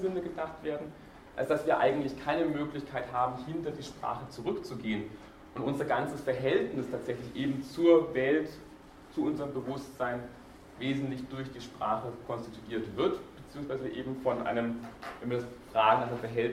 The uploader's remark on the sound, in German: Diese Vorlesung wurde von Studierenden aufgenommen